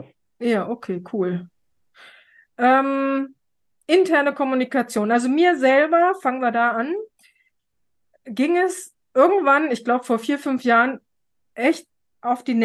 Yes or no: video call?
yes